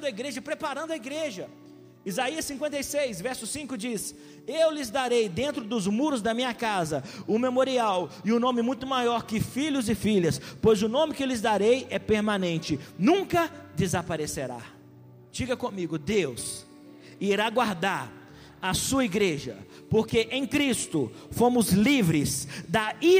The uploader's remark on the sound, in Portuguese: Essa mensagem foi gravada ao vivo no dia 02/02/2020, no culto dominical da Igreja Vale Da Bênção - BH.